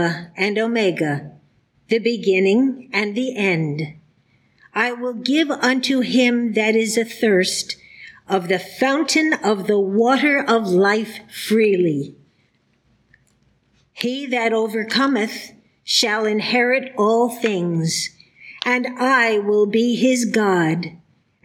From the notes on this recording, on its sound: The Sunday service audio from September 24th, 2023